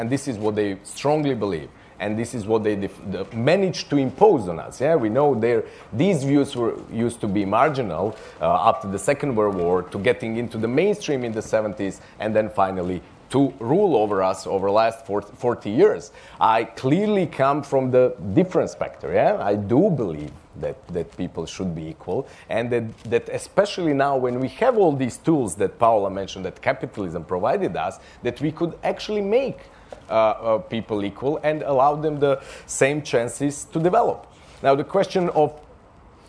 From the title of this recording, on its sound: at Edinburgh International Book Festival